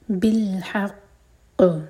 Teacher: اس کے بعد بالحق، ح حلق سے اور قاف پر اسٹرانگیسٹ قلقلہ. قاف ایک تو ہیوی لیٹر ہے اور یہاں پر ہم رک رہے ہیں، تو ساکن ہوگا تو قلقلہ ہوگا، اور قاف پر ہے شدہ تو اسٹرانگ قلقلہ.